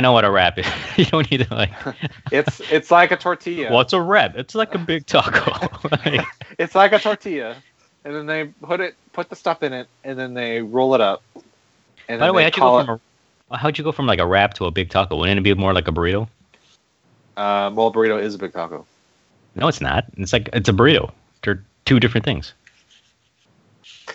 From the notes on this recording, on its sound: Unfortunately we have some recording issues, with dropping out and connections I guess, so sorry for that.